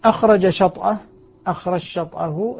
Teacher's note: الجيم في الشين فتصبح شينا مشدد · Term: التشديد